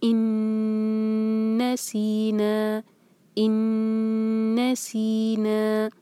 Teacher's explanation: دونوں مرج ہو جائیں گے، ان کو اکٹھا پڑھیں گے اور ٹائم دیں گے اور ناک میں آواز رکھیں گے